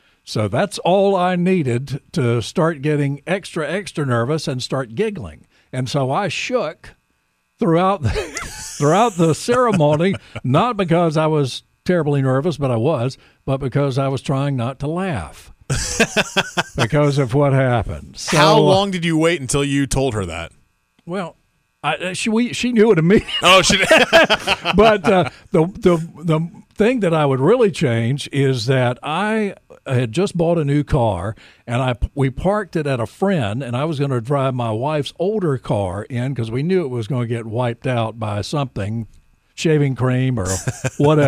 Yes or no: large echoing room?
no